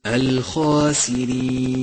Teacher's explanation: بالغ في تفخيم الخاء في كلمة الخاسرين الخاسرين، لأنه حرف مفخم مفتوح جاءت بعده ألف، وهذه أعلى مراتب التفخيم.